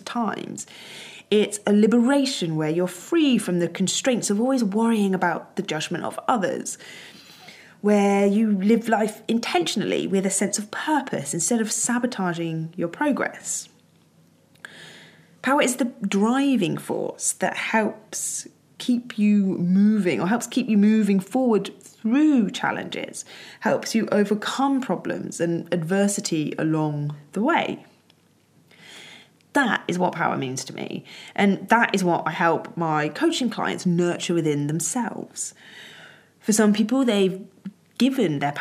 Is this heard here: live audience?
no